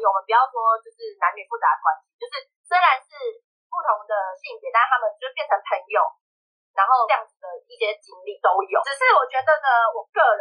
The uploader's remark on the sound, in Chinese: 本集第一次遠端錄音音質集差